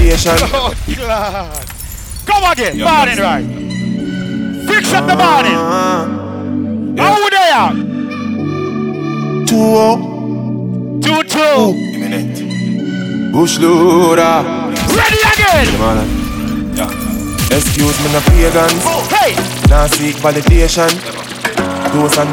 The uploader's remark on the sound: BIRTHDAY BASH TRUST VS LOYALTY 6.18.21 LIVE AUDIO